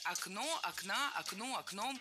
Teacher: В единственном числе окно, окна, окно, окном, ударное окончание.